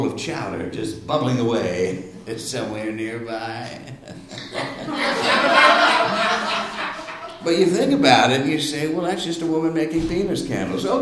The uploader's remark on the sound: Live from SOLOCOM